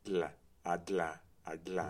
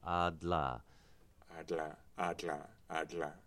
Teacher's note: So it's a lateral flap in that its flapping is to the side. It's alveolar in the sense that it's closed alveolarly.